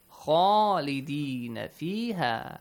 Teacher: it's a heavy letter and it has an alif mad with it. So you gotta pronounce it with an A sound.